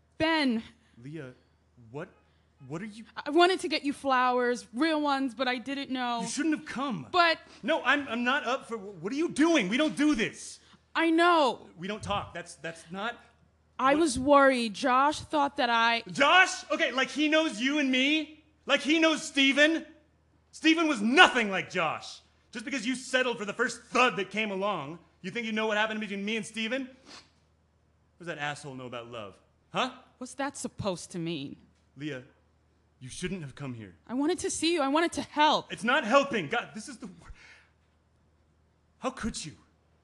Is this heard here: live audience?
yes